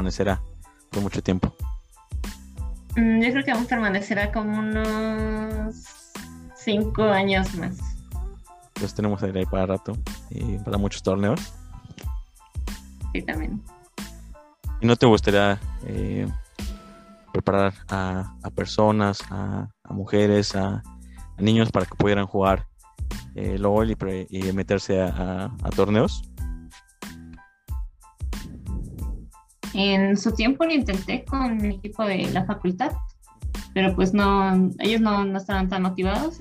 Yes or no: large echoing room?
no